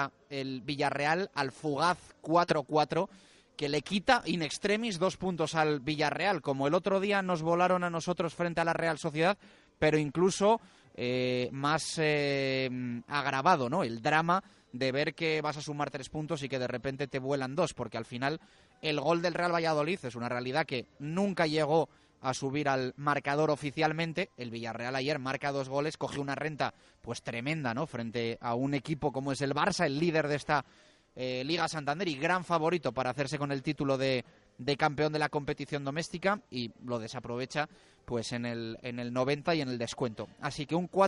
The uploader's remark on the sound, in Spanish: en directo desde LA FUNDICIÓN.